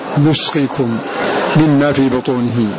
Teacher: قرأوا بضم النون في هذا اللفظ في الموضعين في موضع النحل وفي موضع المؤمنون، وقرأ غيرهم بفتح هذه النون